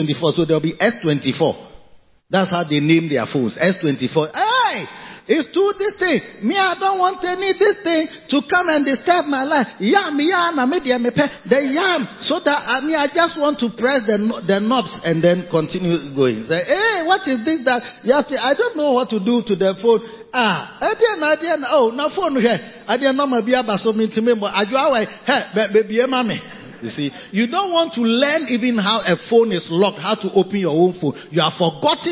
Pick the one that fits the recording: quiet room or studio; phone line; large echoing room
large echoing room